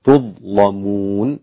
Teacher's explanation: غلظ اللام الإمام ورش، تظلمون، تحقق الشرط أن الضاء جاءت إما ساكنة أو مفتوحة واللام بعدها مباشرة جاءت مفتوحة.